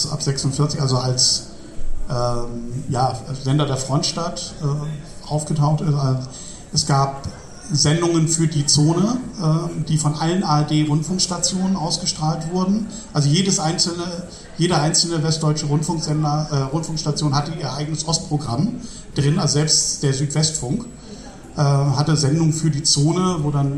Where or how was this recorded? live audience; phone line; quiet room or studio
live audience